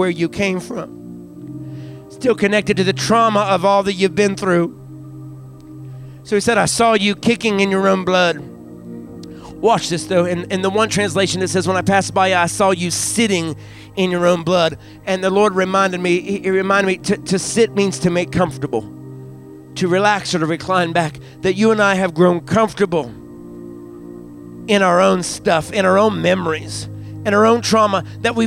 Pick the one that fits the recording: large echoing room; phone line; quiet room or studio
large echoing room